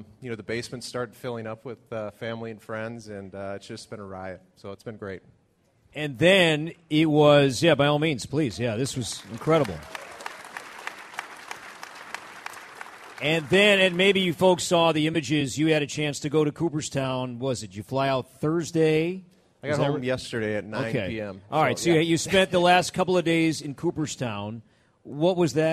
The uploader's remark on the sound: TwinsFest LIVE at Target Field